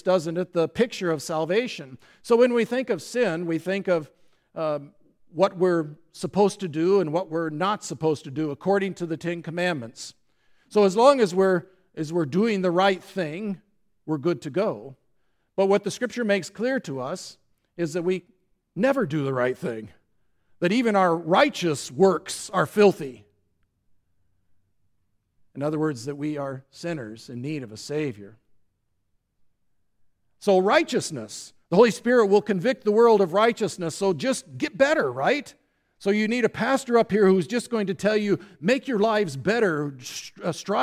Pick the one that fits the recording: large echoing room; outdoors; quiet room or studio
large echoing room